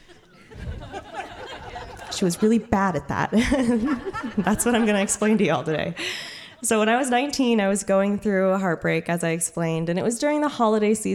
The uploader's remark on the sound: Told live on stage and without notes. Starring featured storytellers intermixed with an impulsive story slam of equal opportunity.